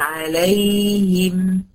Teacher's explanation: لازم لما اجي ادي عليهم ابين ان الياء زمنها اطول من زمن ايه الميم الساكنة، لان الميم توسط والياء ايه رخاوة، وهكذا.